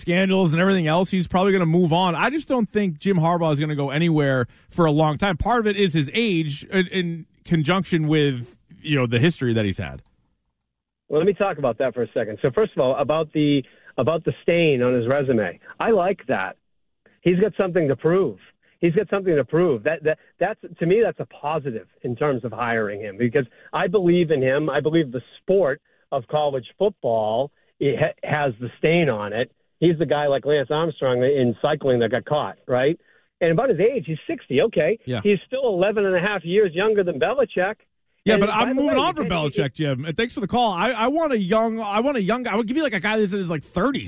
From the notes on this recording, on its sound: As the phone lines fill with fans eager to give their thoughts